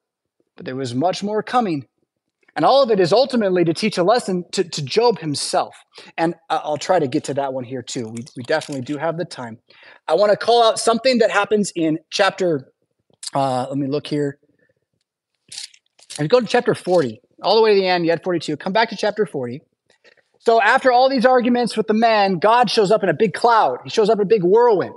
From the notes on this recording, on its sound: Preached at St Paul Lutheran Church , Rockford, Illinois on January 14th, 2023.